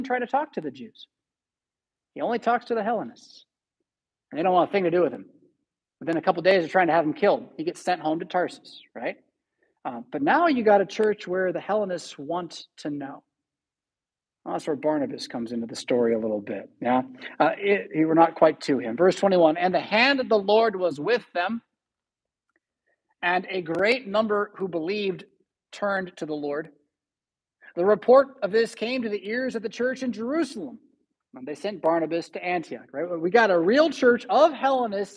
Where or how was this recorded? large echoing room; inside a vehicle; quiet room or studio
large echoing room